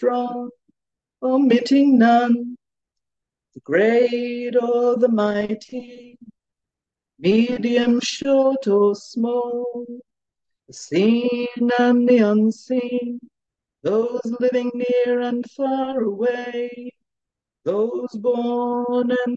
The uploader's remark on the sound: We apologise that the talk starts at 30 minutes into the teaching and at times the audio is very poor. Due to an international audience, these weekly Tuesday night teachings are happening via Zoom from Bodhinyana Monastery.